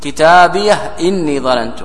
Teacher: فسكنوا الهاء وحققوا الهمزة